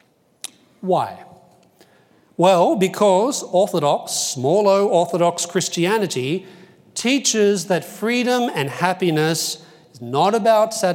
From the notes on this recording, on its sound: Delivered the opening plenary lecture of Acton University 2017.